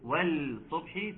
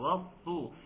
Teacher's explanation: ان اللام بتاعه الصبح شمسيه مدغمه · Shown in: second take